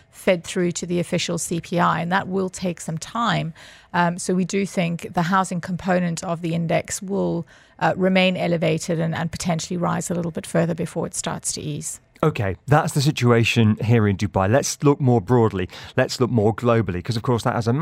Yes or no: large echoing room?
no